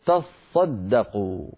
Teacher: الحرف الثاني يدغمونه فيما بعده، يعني تاتا صدقوا، يحولون التاء الثانية إلى صاد فيدغمونها في الصاد التي بعدها فتصير تصدقوا. · Term: إدغام